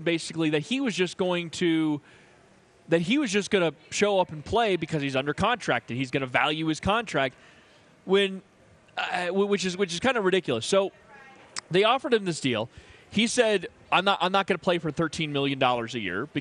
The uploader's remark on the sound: Live From Bad Daddy's